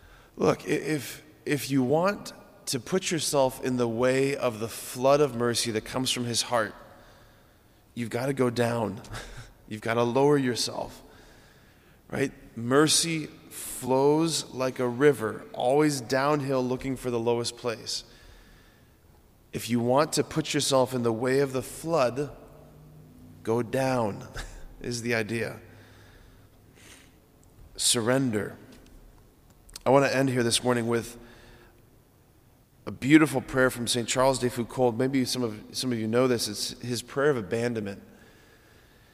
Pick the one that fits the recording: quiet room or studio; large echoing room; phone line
large echoing room